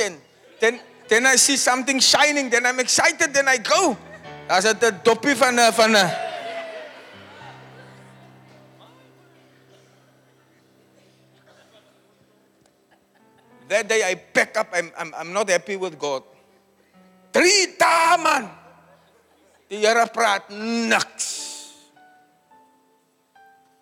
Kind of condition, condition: setting, live audience